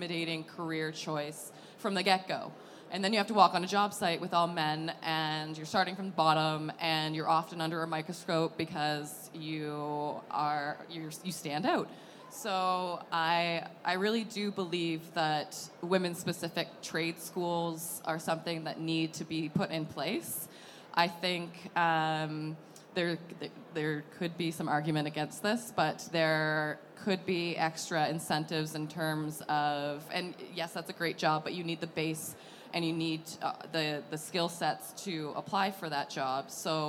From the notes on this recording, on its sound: Recorded live from the KBISNeXT stage.